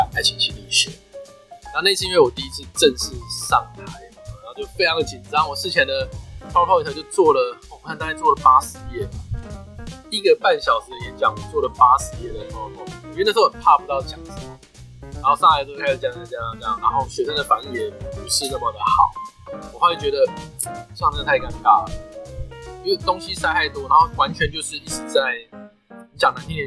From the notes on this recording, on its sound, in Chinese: 本集音檔為 2019 年錄製，錄製時收錄較多環境雜音，已降噪處理加上背景音樂